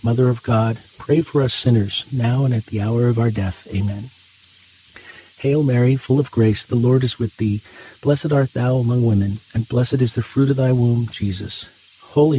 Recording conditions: sounds in the background